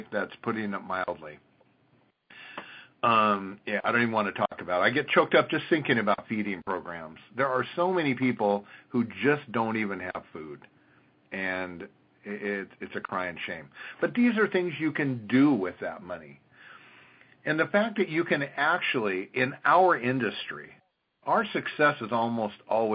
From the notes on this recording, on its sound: an archive of weekly conference calls